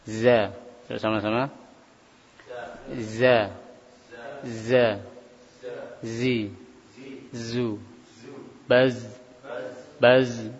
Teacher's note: Harfu zai, atau kita kadang bacanya za atau zai. Harfu zai itu makhraj dari ujung lidah sama dua gigi seri bawah.